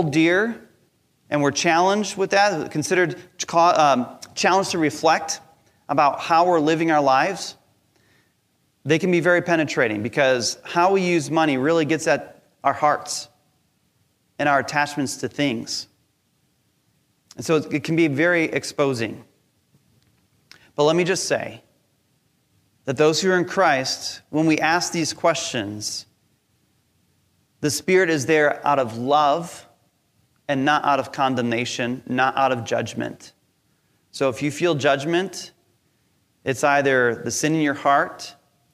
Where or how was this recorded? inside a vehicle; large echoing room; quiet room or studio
large echoing room